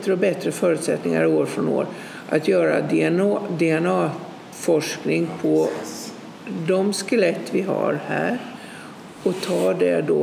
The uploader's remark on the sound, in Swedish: Jag valde att göra ett program om vikingatider som ligger precis utanför Löddeköpinge. Jag träffar dem i Gillehallen och får spela in programmet med all stämning som gamla vikingaspöken och vinden utanför kan hjälpa till att skapa, därav alla bakgrundsljud.